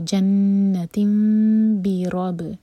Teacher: تنوین کے بعد با آ رہا ہے تو اس لیے یہاں پر اقلاب ہوگا، نون کا ساؤنڈ میم میں چینج ہوگا. تو جنت بی رب، را پر فتح تو را ہے بھی، بی رب و تن، کنٹینیو کریں گے تو تن، تن پر اظہار.